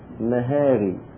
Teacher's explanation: مهاري، يعني الميم نميلها والها نميلها · Term: الإمالة